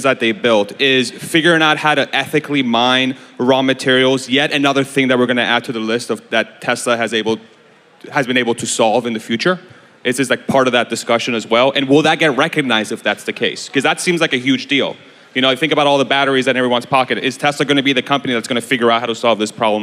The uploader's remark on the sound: Tesla Con 2022 Panel. Hold a panel at the 2022 Tesla Con in Austin, TX.